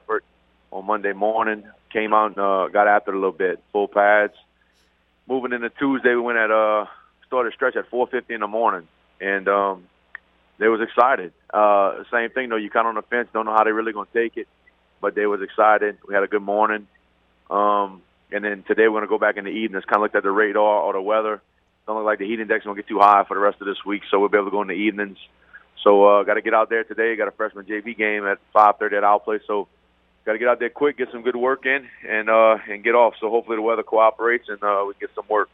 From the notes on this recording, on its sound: We then go to the phones